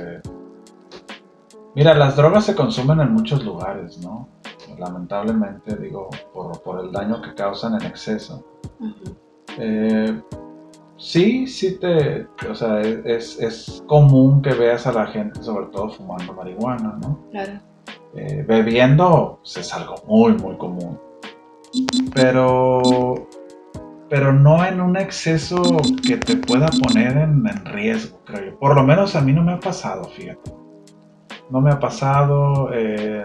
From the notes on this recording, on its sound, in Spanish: ¡Lamentamos la mala calidad del sonido!